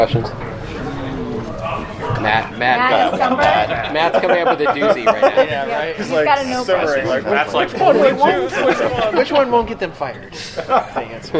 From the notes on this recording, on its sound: Audio from the Hasbro Q&#38;A which occurred after the product presentation Saturday. Transformers Design Team Q&A from Toy Fair 2017. Audio from the Hasbro Q&A which occurred after the product presentation Saturday.